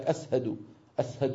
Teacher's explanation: فإذا جاءت شين في العربية أبدلوها إيه؟ سين